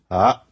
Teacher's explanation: It's a long A with a catch in the throat.